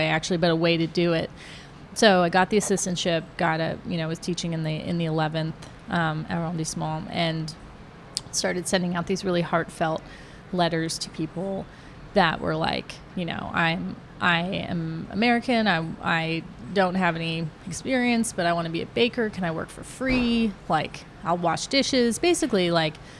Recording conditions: sounds in the background